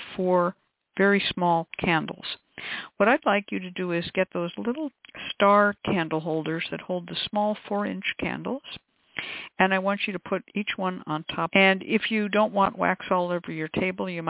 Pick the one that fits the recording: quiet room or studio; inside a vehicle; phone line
phone line